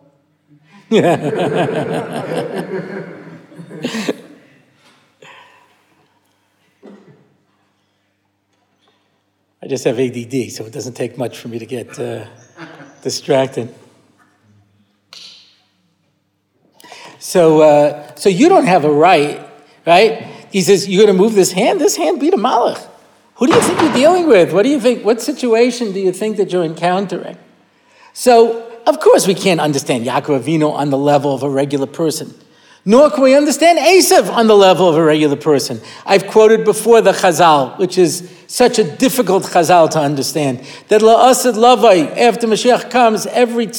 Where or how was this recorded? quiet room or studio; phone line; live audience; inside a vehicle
live audience